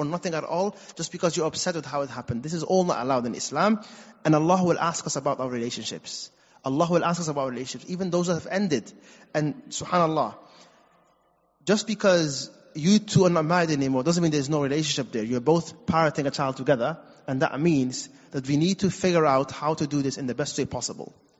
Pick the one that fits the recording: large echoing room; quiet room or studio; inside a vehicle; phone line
large echoing room